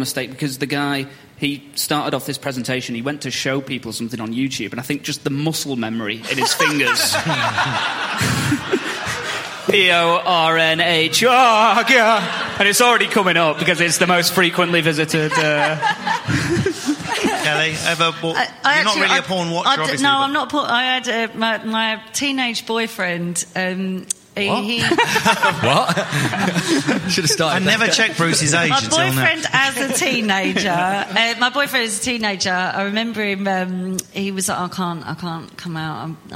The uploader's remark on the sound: All in front of a studio audience as part of the Manchester Podcast Festival.